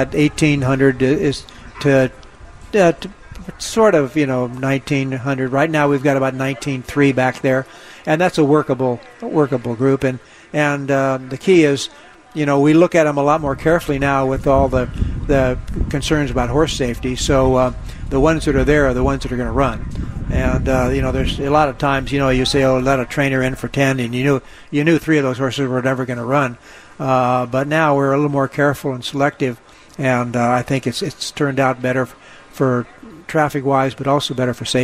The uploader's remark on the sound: Live from Del Mar Opening Day